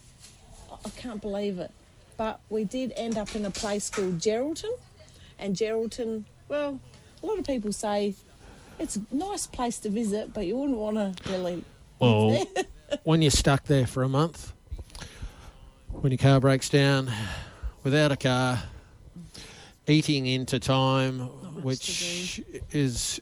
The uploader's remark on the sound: Touring along WA coast Gascoyne to Margaret River. Live to air Outside Broadcast. Hills Radio 88.9FM.